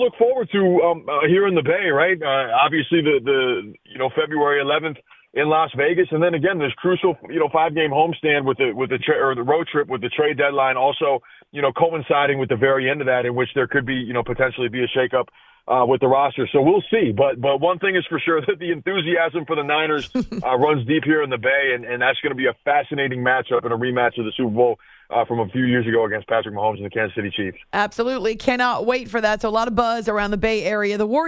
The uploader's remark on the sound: Your phone calls.